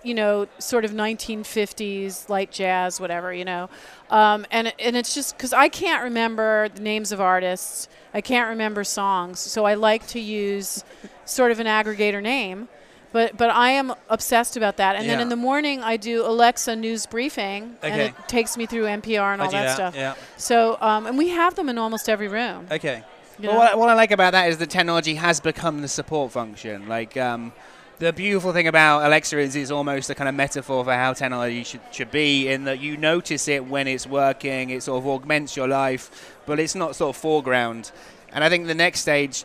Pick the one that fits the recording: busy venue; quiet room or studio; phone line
busy venue